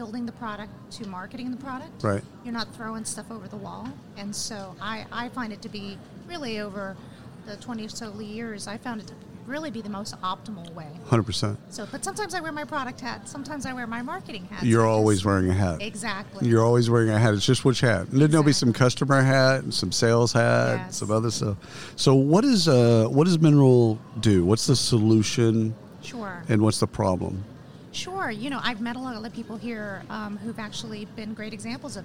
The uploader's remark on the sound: Live from SHRM 2022